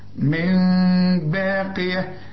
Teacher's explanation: بيقول لي علشان النون ده بدون تشكيل، النون اللي بيجي بعدها ب، به يحصل لها اقلاب، اقلب النون لميم واخفيها